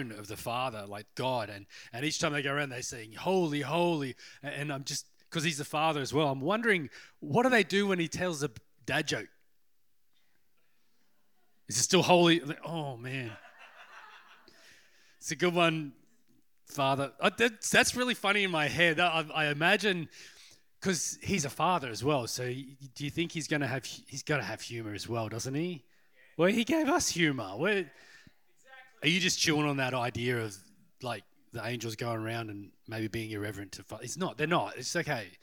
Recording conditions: large echoing room